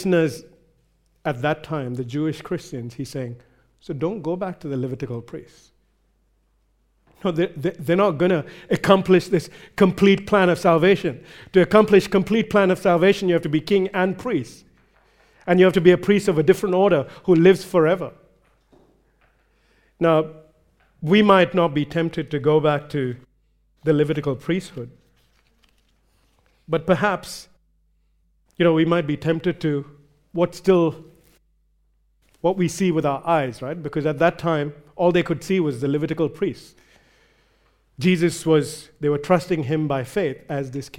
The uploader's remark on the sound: recorded live at Grace Community Bible Church